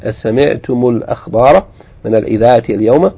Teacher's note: we're going to add a dhamma because of iltiqa sakinain